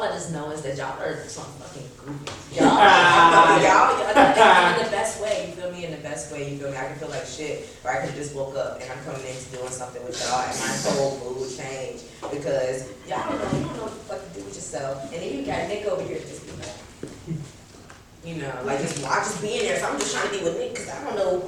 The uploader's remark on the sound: HUGE SPECIAL THANKS TO EVERYONE WHO CAME OUT FOR THIS EPISODE!!!